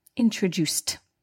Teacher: So introduced, the ED is pronounced as T, not D or ID.